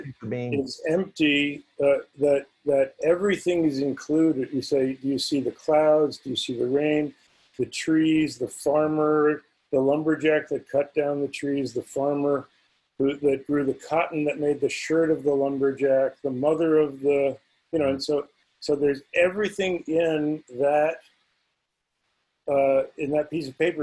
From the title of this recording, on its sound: Virtual Hangout